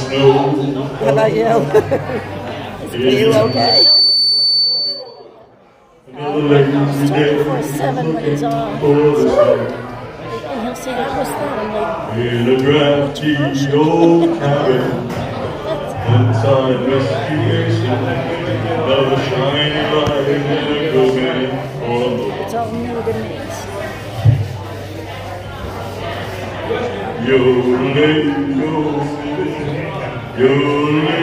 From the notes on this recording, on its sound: LIVE AT SKIP'S !